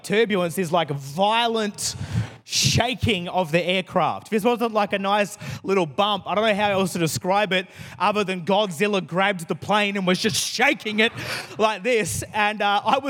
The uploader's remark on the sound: Recorded in the 5pm service on Sunday, 25th September 2022